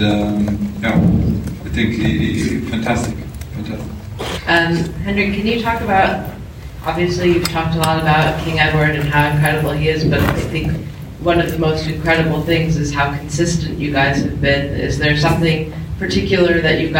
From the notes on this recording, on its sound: Comes to you from the 2023 FEI Jumping World Cup™ Final. Hear from riders at the press conference after the conclusion of final class.